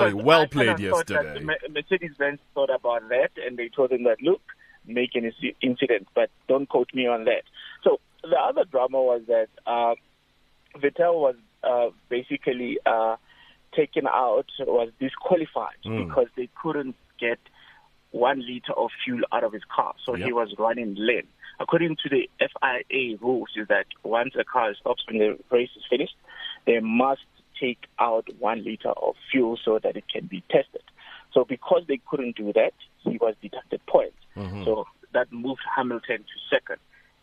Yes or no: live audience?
no